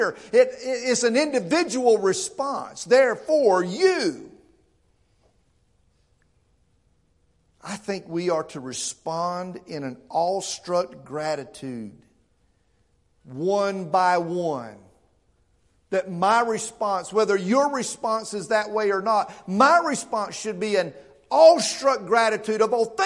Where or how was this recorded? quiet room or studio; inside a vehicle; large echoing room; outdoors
large echoing room